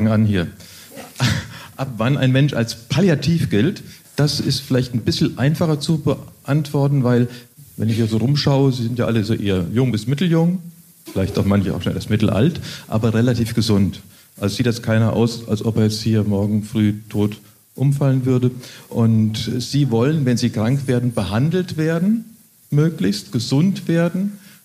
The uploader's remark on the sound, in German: Der Titel einer Podiumsdiskussion des "Mannheimer Morgen" in der Mannheimer Abendakademie. Mit Expertinnen und Experten vor Publikum führte. Bei dem Gespräch wurde auch gelacht.